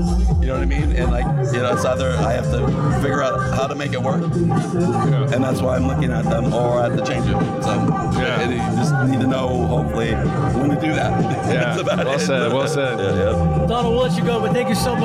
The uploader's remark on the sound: Live at the Beats Drop Cancer charity event in San Francisco. All of the attendants interviewed.